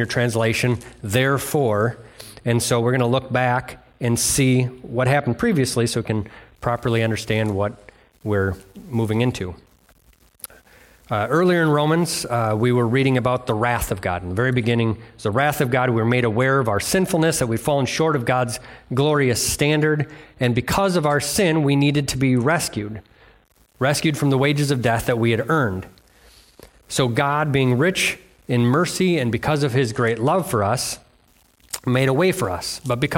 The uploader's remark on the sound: delivered on Sunday, December 31st at Bible Center Church in Maiden Rock, Wisconsin